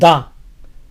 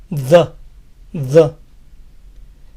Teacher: No lo pronuncien con una A clara, no digan da, pues la A es algo débil · Shown in: second take